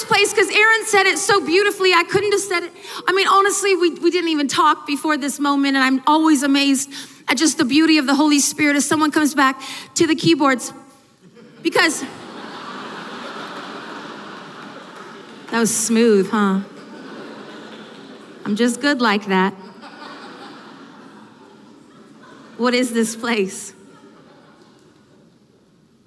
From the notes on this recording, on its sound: From the ARC Conference. This powerful session from the 2019 ARC Conference Anaheim.